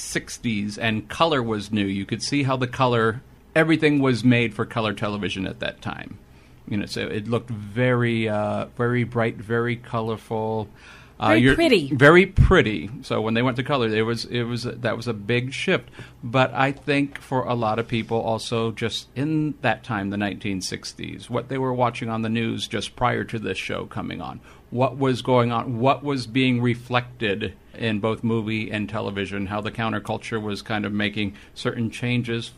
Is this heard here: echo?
no